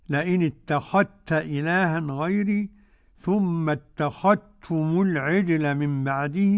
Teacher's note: أدغم جميع القراء كلمة اتخذتم واتخذنا · Term: الإدغام